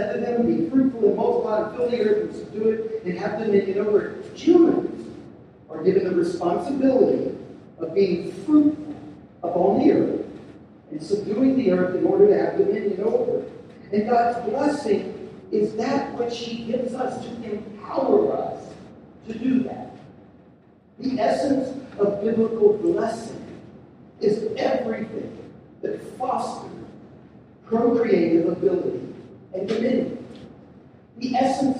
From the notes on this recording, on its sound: We're sorry for the poor sound quality.